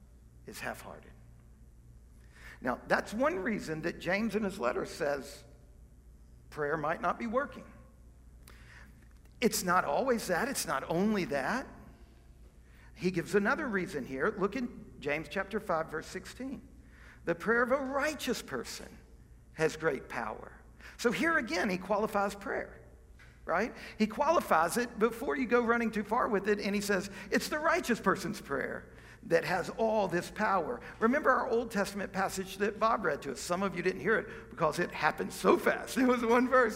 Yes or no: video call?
no